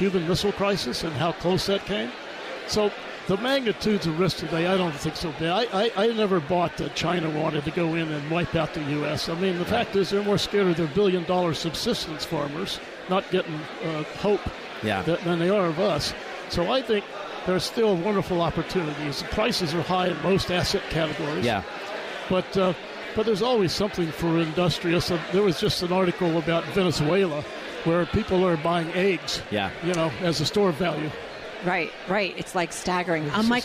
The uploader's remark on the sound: On the Air from the Milken Global Conference in Los Angeles